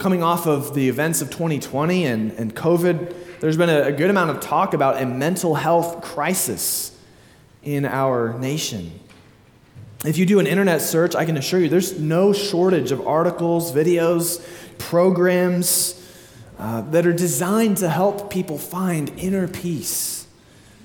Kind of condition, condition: setting, large echoing room